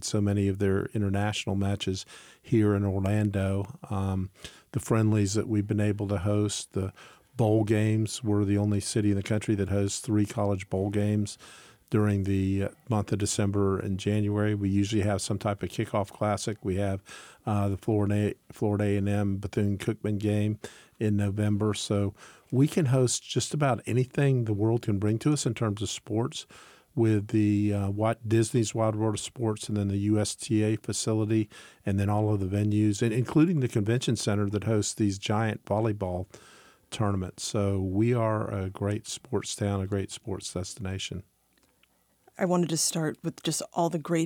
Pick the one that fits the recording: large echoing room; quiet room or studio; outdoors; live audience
quiet room or studio